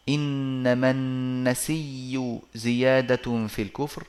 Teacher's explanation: ياء مضمومة فصار آه النطق بياءين ياء ساكنة وبعدها ياء مضمومة فأدغموا الياء الأولى في الثانية فصارت ياء مشددة مثقلة وورش لألا انتهى هذا والنسيء بيائه يعني بياء بدل الهمزة وأدغم · حول ورش الهمزة المضمومة إلى ياء مضمومة فصار آه النطق بياءين ياء ساكنة وبعدها ياء مضمومة فأدغموا الياء · Term: إبدال